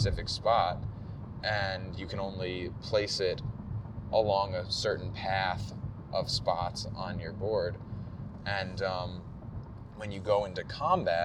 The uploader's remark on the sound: PAX Unplugged 2018. Yes, while driving (to explain the road noise).